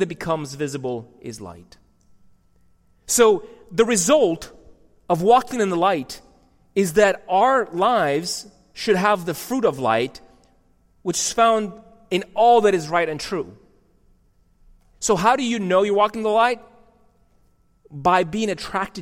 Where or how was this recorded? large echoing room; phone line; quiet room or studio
large echoing room